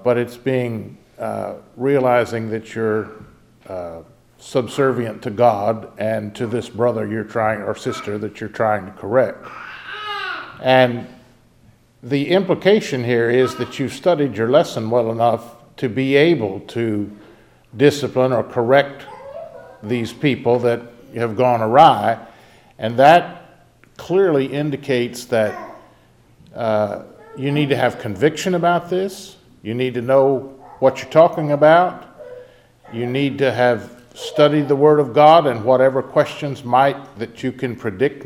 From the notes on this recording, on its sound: takes unexpected questions from the audience.